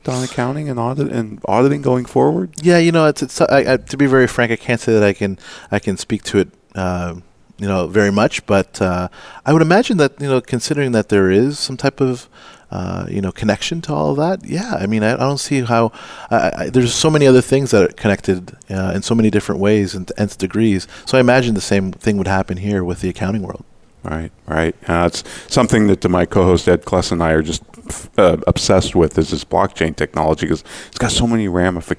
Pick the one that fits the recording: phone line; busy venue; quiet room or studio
busy venue